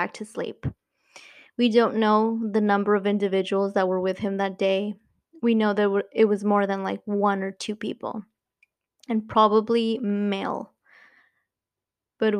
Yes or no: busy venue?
no